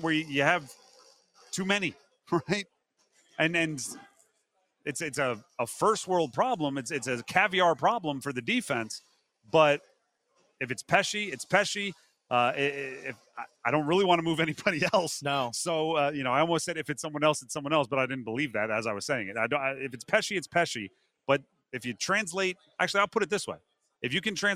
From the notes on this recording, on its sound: live in Charlotte for day one of the 2023 ACC Football Kickoff